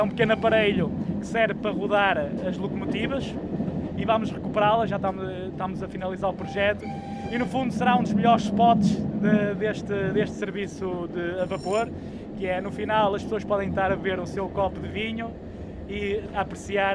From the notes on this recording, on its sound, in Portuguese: Episódio gravado numa carruagem napolitana, entre Águeda e Serenada do Vouga, a 25 de Abril de 2021.